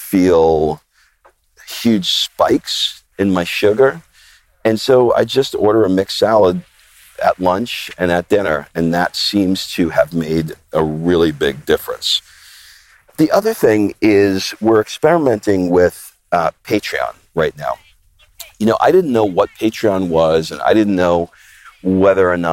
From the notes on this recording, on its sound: I take a walk and talk